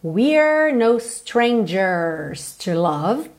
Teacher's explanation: Atenção aí para letra R com a língua enrolada